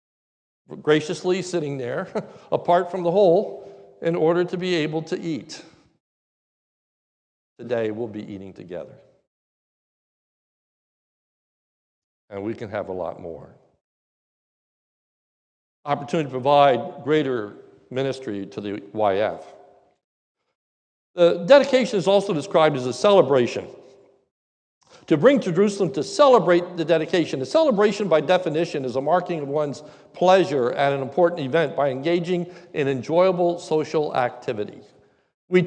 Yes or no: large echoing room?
yes